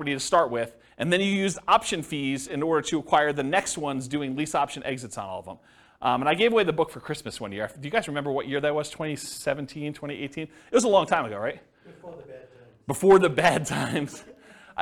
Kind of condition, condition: setting, live audience